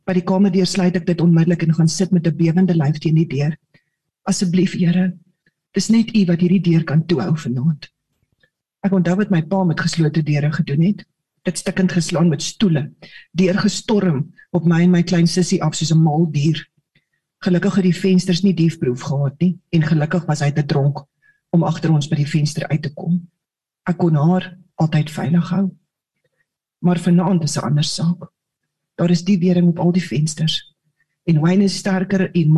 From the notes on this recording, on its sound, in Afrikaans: Manne van die Woord Zoom Byeenkoms 7 Junie 2022